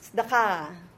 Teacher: The accent is at the very last syllable.